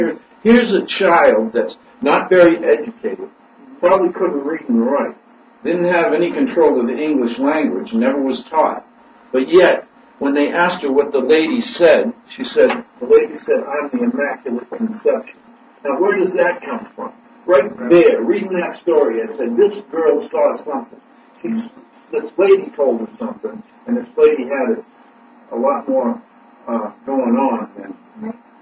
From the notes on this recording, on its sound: With the Red Sox booting us off the WBSM airwaves, we attempt to record a podcast-only show through our webcam audio. Some technical problems hampered the quality of the audio. We do apologize for the poor quality of the audio.